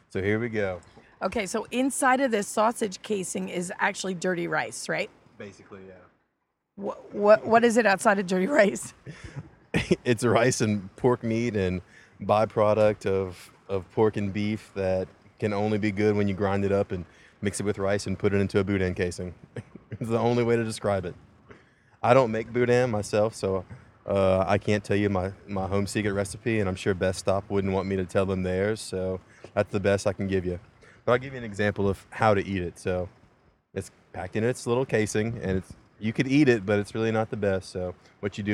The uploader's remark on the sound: Live from the road. Crew is caught in torrential rains in St.